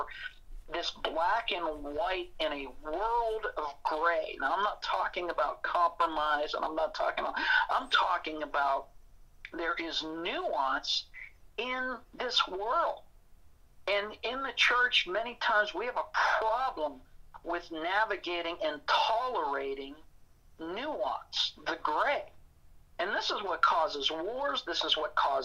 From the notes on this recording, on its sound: joins us via telephone